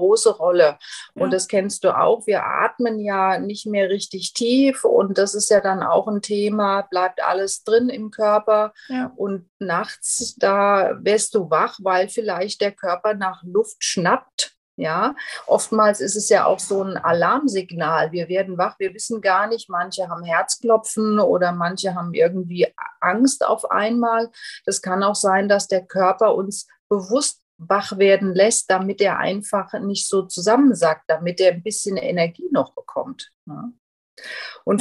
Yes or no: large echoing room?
no